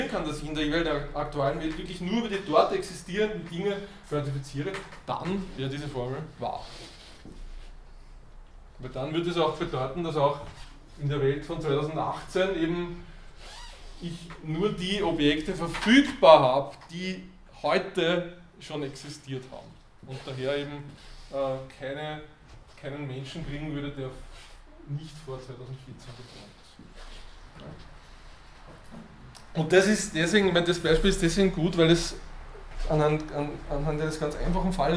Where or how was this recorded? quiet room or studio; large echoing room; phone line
large echoing room